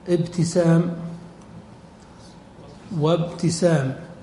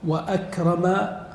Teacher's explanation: إن لم ننطق بالهمزة عرفنا أنها همزة وصل، لأن همزة الوصل تسقط في وصل الكلام، وأما همزة القطع فإنها تثبت على كل حال في بدء الكلام وفي وصل الكلام. فلو أخذنا مثلا الفعل أكرم ووضعنا قبله الواو فإننا نقول وأكرم، فنثبت الهمزة فهي همزة قطع.